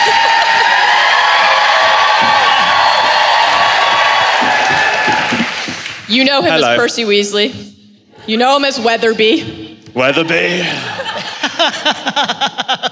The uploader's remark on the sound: Live From LeakyCon 2018